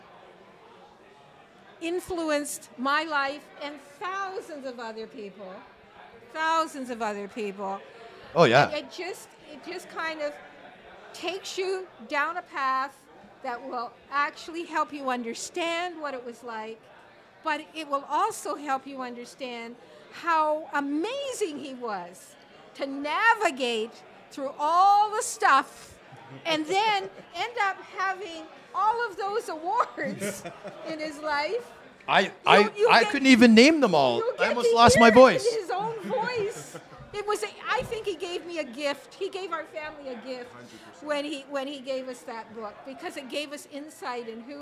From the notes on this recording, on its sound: Live taping at The Locker Room Studio in Bottomline Sports Bar.